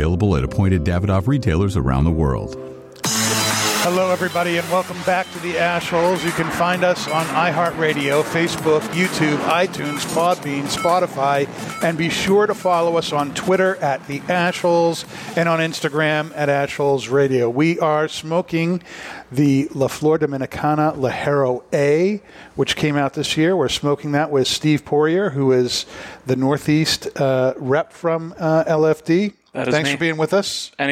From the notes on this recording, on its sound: As we broadcast live on location from Studio 21 Podcast Cafe high above Two Guys Smoke Shop in Salem, New Hampshire on the United Podcast Network.